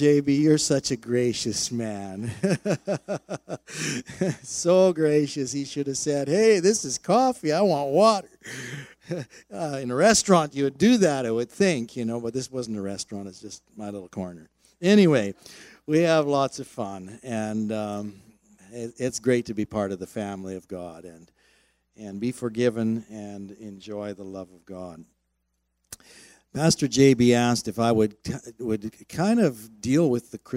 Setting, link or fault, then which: setting, large echoing room